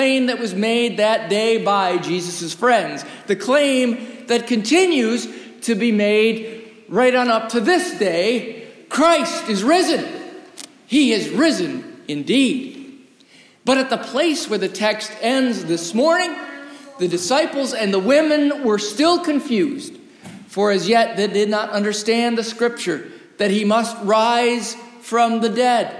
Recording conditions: large echoing room